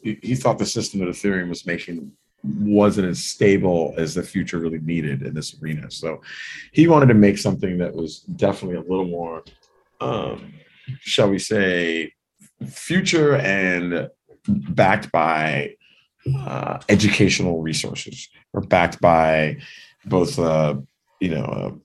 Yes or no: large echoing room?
no